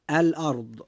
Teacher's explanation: كلمة الأرض فيها حرف الراء جاء ساكنا وقد جاء ما قبله مفتوحا، فيجب أن تفخم الراء عند نطقنا لكلمة الأرض هكذا: الأرض.